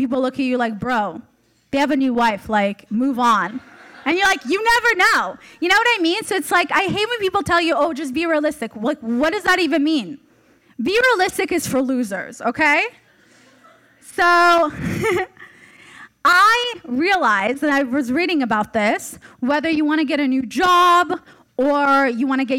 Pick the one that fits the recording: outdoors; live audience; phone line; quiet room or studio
live audience